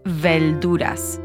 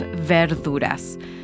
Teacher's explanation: Often the R's are pronounced like L's · Shown in: first take · Term: Puerto Rican accent